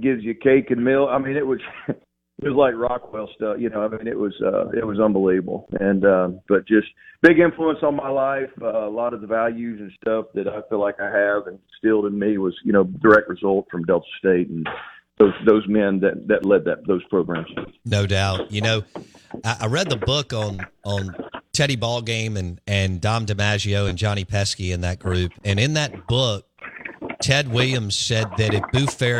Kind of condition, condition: link, phone line